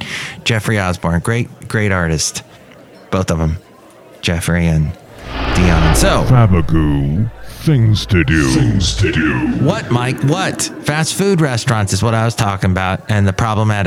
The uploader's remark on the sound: podcasts live from Café Anyway